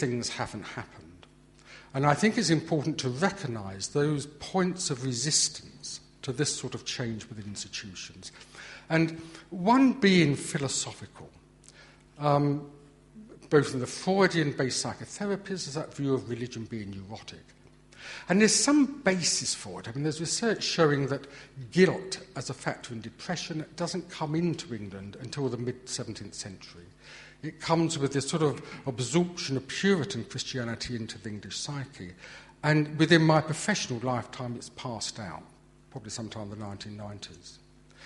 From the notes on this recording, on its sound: From our conference in Bradford in 2009